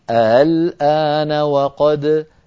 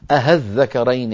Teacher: مخرج الهمزة لا ينغلق تمام الانغلاق فلا هو همزة محققة ولا هو هاء · Shown in: first take · Term: بالتسهيل